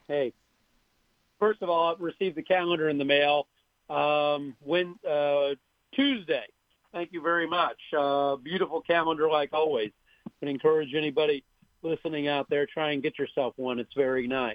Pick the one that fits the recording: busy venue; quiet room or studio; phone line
phone line